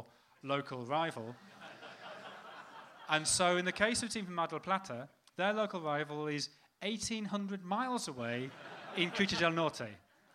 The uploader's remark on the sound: Our Q&A event at Dublin’s Sugar Club held on Monday 24th April. The first half of our Q&A event at Dublin’s Sugar Club.